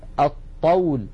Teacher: أط من الهمزة إلى الطاء مباشرة، ولا يقولون الطول. فإذا يحولون لام التعريف إلى الحرف الذي جاء بعدها، مثلا هذا المثال الطول، يحولون اللام إلى طاء فيصير عندي طاءان، طاء ساكنة وطاء متحركة أي متماثلان، والأول ساكن فيدغمون الطاء الأولى في الثانية فيقولون الطول. · Term: اللام الشمسية